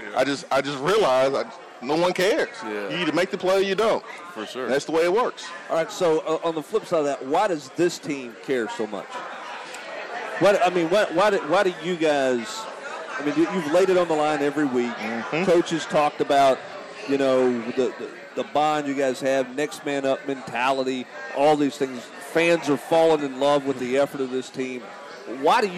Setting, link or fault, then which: setting, busy venue